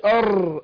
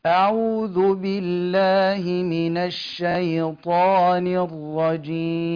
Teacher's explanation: إن احنا نخفي التكرير لأن من صفاتها التكرير · Shown in: second take · والتكرير من يعني هي معرضة يعني للتكرير، لكن أنا أخفيه، فما أقولش أر، أخلي اللسان يجيب إيه زبزبتين أو ثلاثة يتبقى كم راء.